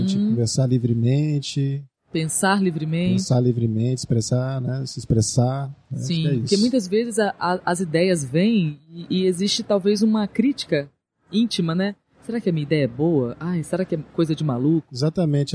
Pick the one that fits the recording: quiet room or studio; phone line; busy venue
busy venue